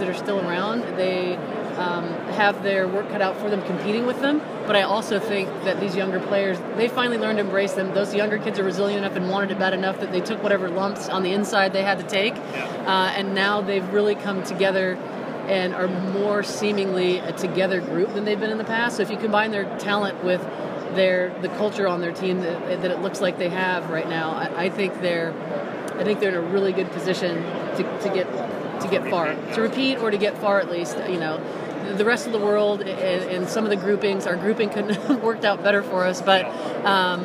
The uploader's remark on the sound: Live from the 2019 USC Convention